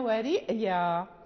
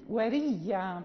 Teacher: وحين تبدل الهمزة في رئيا تصبح مثل الياء الساكنة · Shown in: second take · فتجتمع ياء ساكنة مع ياء ساكنة فتلغم الياء في الياء فتصبح ياء واحدة مشددة. · Term: إدغام